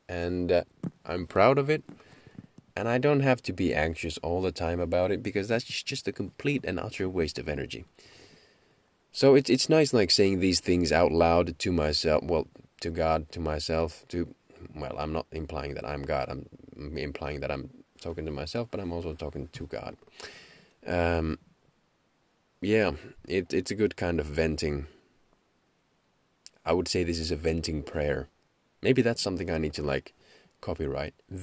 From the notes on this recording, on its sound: Screaming in the car